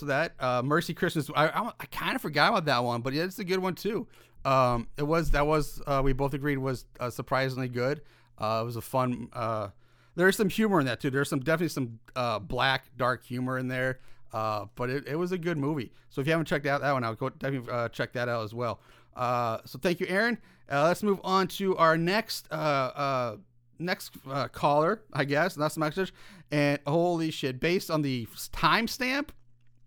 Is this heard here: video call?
no